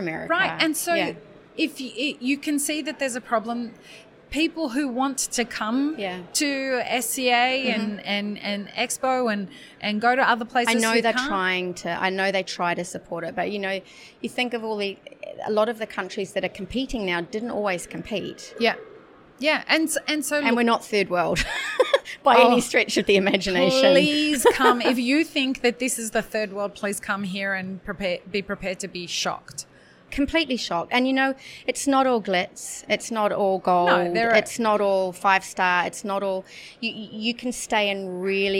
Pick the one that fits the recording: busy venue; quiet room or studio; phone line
busy venue